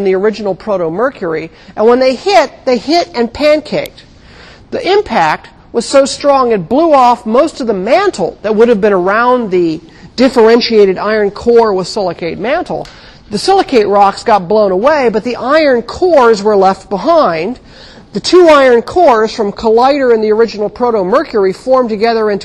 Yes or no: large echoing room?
yes